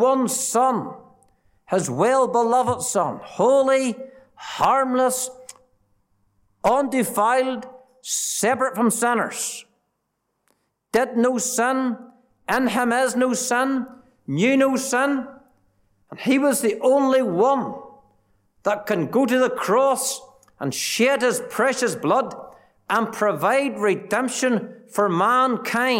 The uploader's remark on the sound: Gospel Audio from Ballyclare Gospel Hall